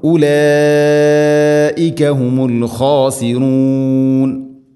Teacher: ഉലൈക മദ് മുത്തസിലാണ്, നിർബന്ധമായിട്ടും നാലോ അഞ്ചോ ഹർക്കത്തിൻ്റെ ഖദറിൽ അത് നീട്ടണം. മദ് മുത്തസിൽ വാജിബാണ്.